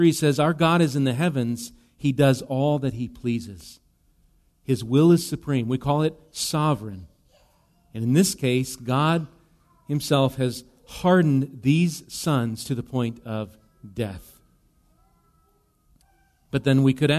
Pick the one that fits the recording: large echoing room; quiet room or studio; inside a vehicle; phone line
large echoing room